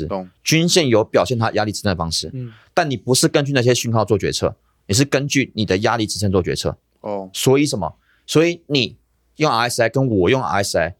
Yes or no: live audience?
no